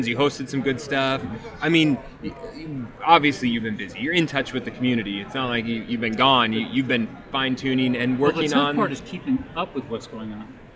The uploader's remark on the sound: Live from NIADA 2021